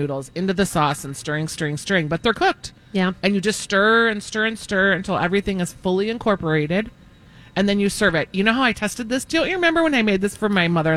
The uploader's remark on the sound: Live from the Minneapolis Home and Garden Show! Answer a call-in question.